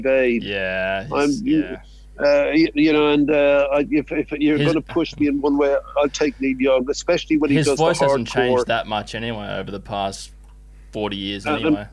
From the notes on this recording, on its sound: Phoned into the station. Recorded from the Budgy Smuggler Booth.